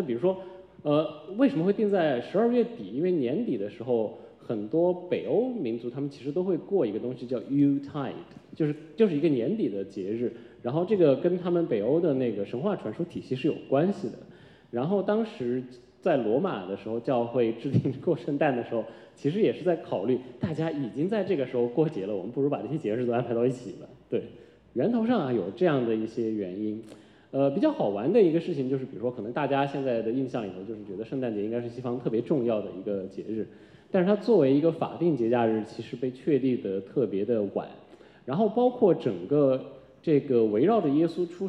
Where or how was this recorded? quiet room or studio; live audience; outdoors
live audience